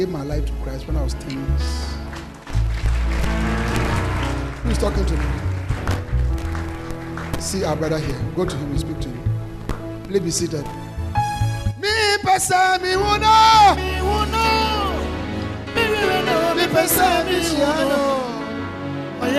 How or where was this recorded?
live audience